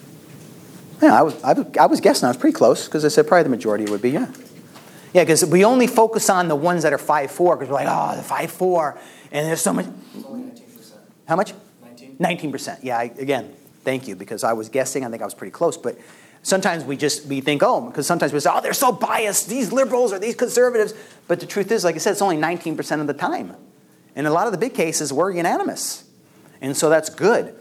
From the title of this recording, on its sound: LECTURE ADUIO